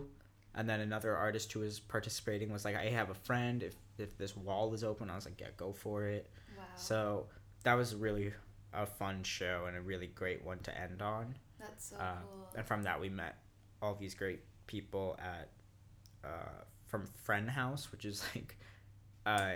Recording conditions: sounds in the background